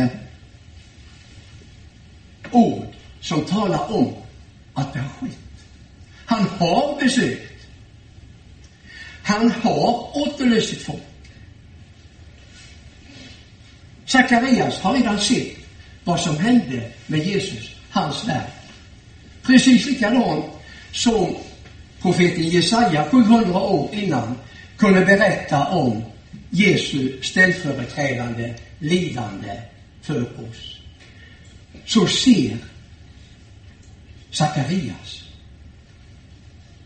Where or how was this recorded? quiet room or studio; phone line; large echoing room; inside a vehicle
large echoing room